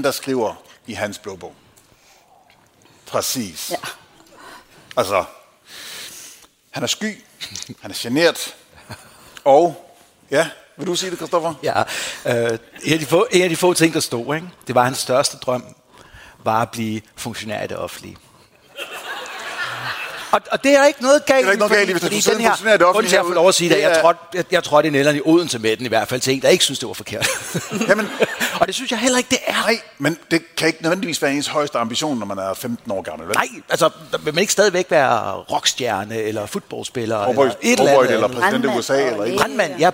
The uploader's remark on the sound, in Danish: Live fra Århus Musikhus.